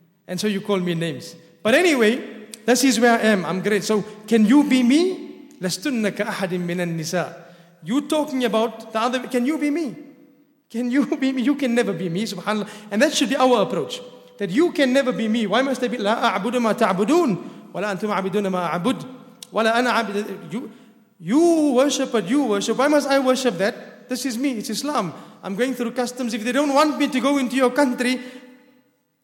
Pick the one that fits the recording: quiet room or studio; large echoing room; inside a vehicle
large echoing room